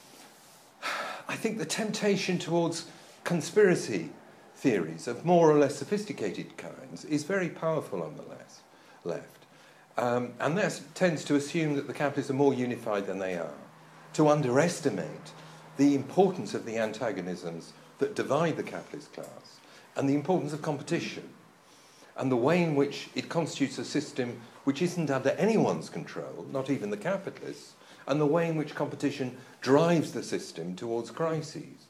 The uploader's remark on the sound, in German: Diese Veranstaltung wurde auf dem MarxIsMuss-Kongress 2015 aufgezeichnet.